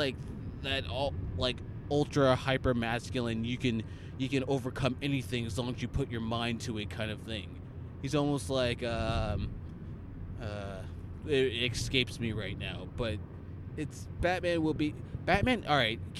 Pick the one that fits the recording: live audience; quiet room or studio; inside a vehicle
inside a vehicle